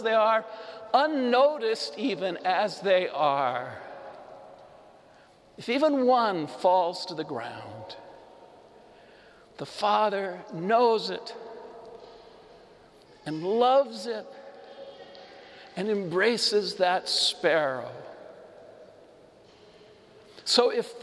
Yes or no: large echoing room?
yes